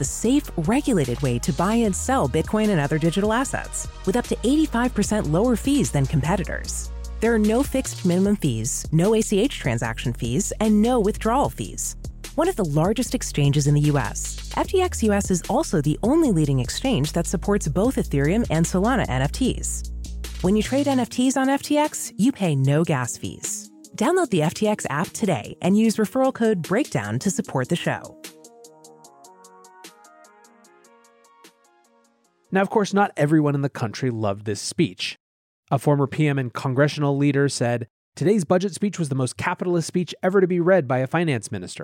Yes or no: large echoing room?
no